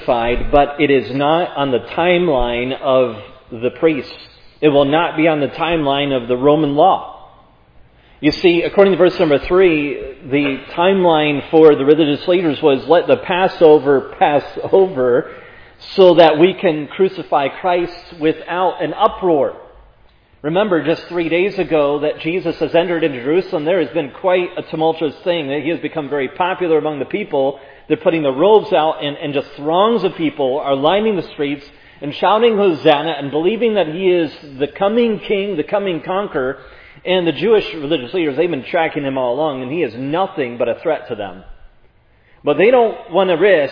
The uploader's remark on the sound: was preached at Providence Church